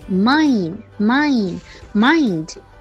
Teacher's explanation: 把合口双元音 i 发好，然后中间再发 in 的音